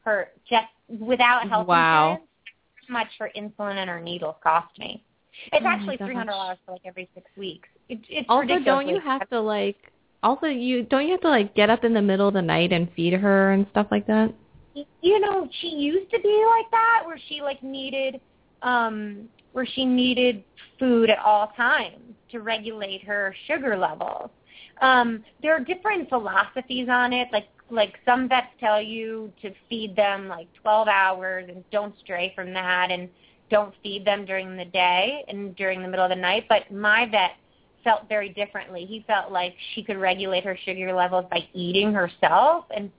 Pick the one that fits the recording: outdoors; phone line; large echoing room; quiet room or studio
phone line